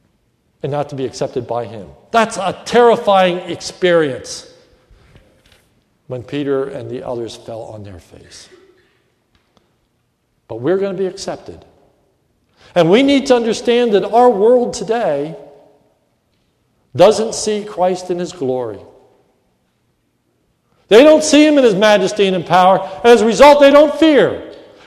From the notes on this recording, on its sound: This is a sermon recorded during the evening service at Lebanon Bible Fellowship Church in Lebanon, PA on 7/19/2105